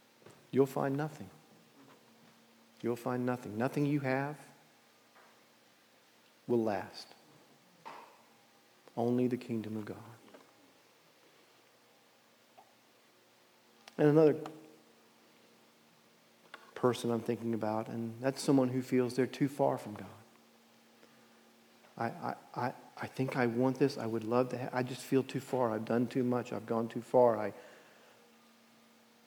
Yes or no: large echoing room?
yes